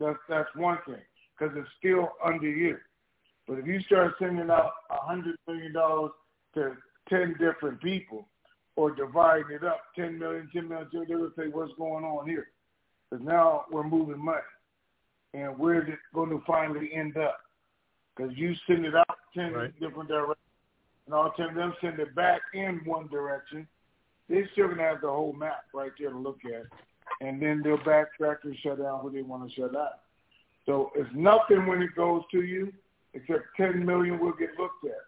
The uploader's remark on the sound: TNTSuperfantastic Conference Call